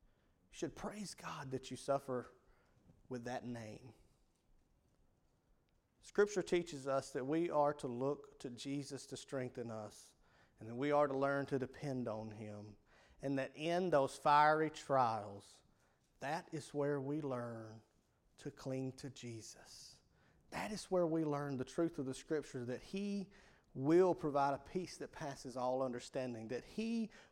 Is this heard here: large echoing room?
yes